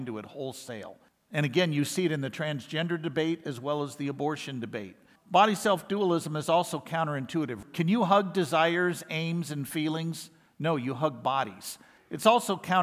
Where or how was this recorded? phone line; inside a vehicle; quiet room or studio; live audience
live audience